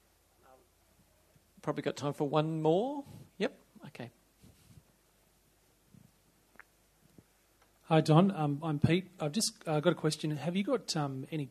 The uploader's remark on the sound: Answers questions on the future of church planting from an audience of Australian church planters.